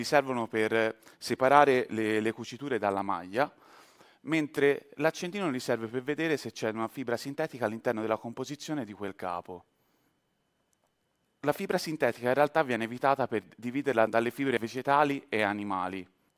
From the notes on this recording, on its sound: TEDxFirenze. This talk was given at a TEDx event using the TED conference format but independently organized by a local community.